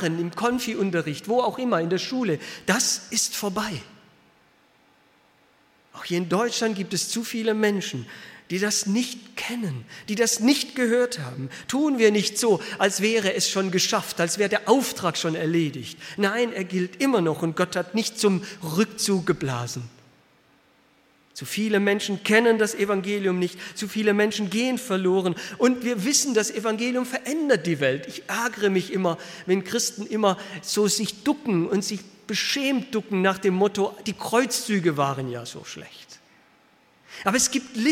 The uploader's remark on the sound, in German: aus dem Gottesdienst der Liebenzeller Mission